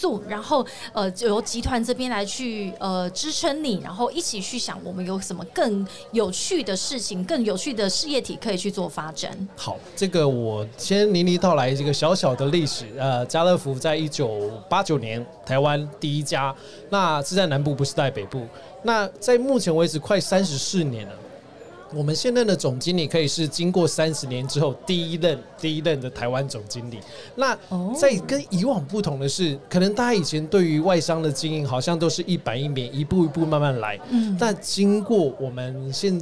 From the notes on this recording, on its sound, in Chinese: VISION 2022 臺大校園徵才博覽會-Live Podcast。